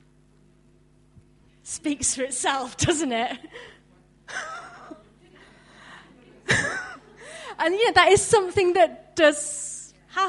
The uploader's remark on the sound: From our conference in Bradford in 2009